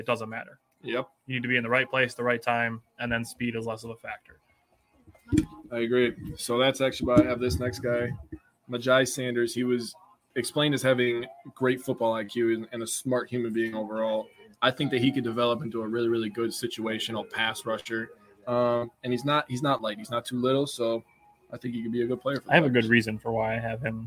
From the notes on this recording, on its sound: Live Draft Special! Live from the Kiel Parker John's!